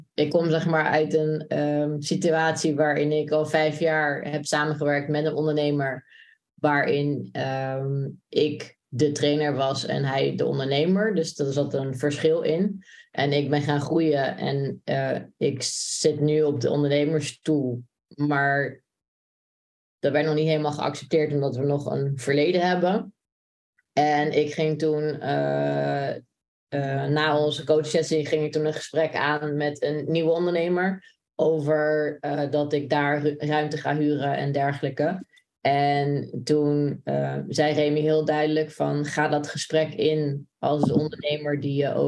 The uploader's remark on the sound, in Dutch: In deze webinar opname